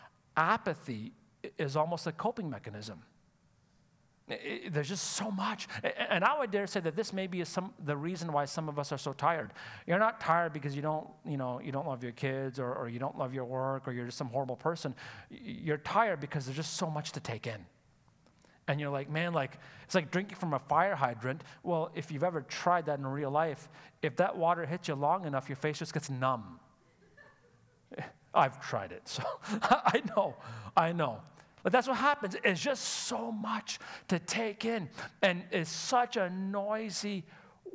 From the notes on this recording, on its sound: Sunday Service live broadcast